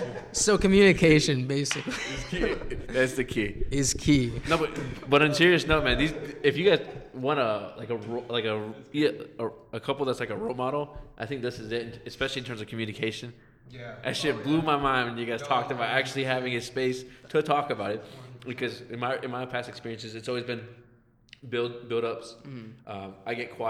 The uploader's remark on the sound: Please excuse the echo, we are still hopping around recording locations.